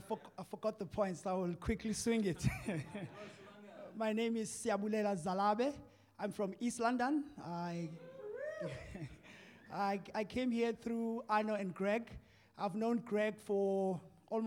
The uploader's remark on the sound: Audio session recordings from the recent Advance Africa Leadership Conference, which took place in JHB, South Africa in July/August 2023.